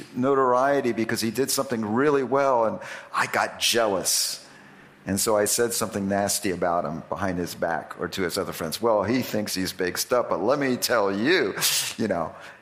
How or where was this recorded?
large echoing room